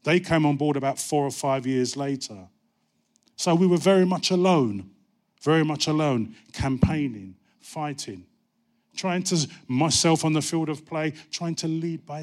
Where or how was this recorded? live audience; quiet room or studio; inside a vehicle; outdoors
live audience